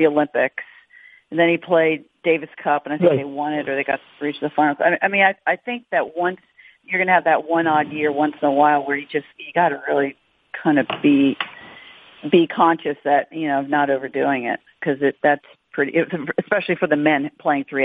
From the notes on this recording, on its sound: Wimbledon Conference Call.